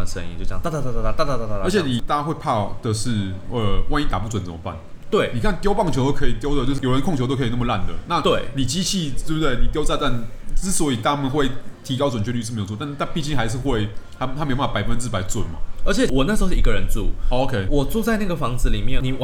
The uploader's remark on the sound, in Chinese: 本集白噪音指數：蚊風級 1/5。錄音地點：登陸土星土耳其咖啡永康店。